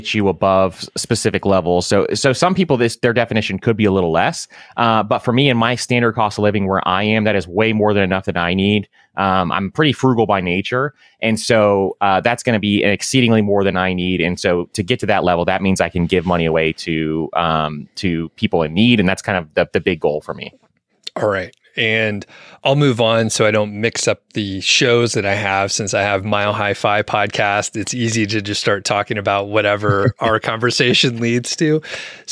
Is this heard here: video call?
no